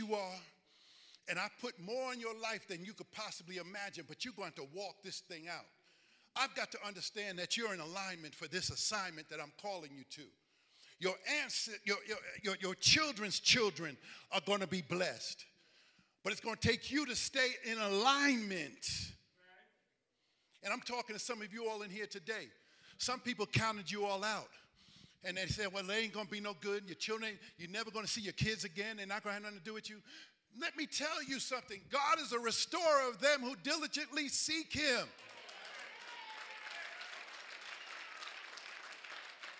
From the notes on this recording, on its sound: Recovery Church Live Event.